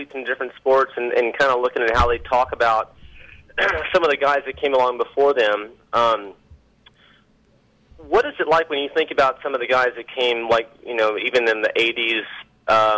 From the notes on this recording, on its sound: In Studio. In town for the Kawi Dealer Expo and stops by the show. Phones in for a lengthy conversation.